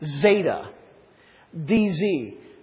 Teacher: pronounced like a Z, or maybe better, it's pronounced like a DZ